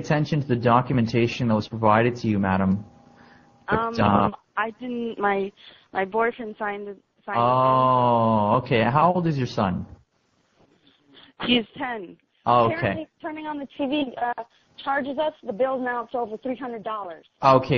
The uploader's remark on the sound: RBCP's Personal Prank Phone Calls Collection